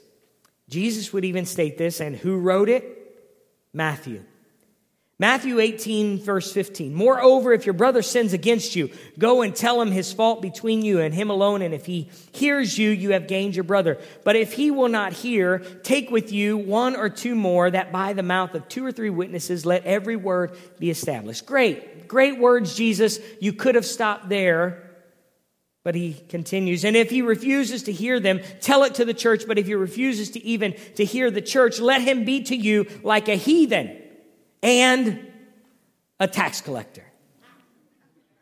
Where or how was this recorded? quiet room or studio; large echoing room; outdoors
large echoing room